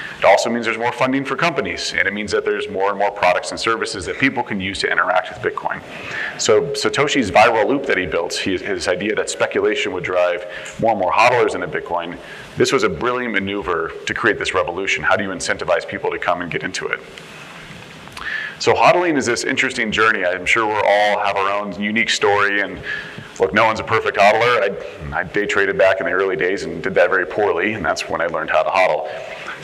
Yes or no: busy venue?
yes